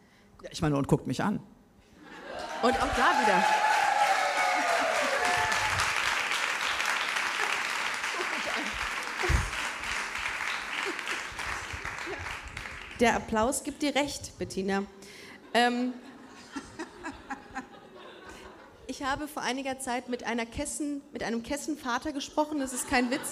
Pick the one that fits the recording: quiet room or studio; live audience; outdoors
live audience